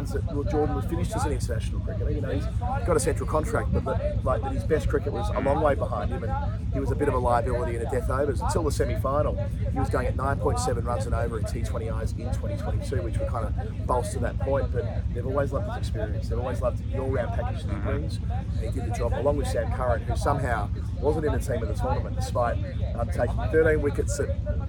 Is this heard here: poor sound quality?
yes